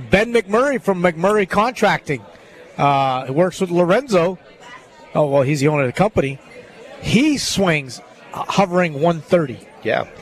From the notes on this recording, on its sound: LIVE From Felix's Fish Camp!